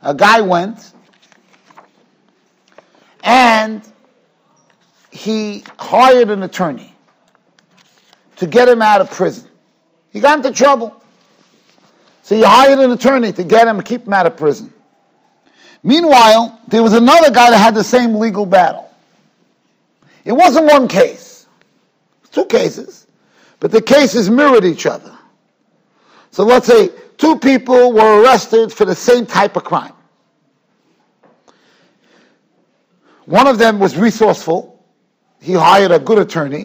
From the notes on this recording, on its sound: Shiur recorded in Yeshivas Ohr Reuven, Monsey, NY.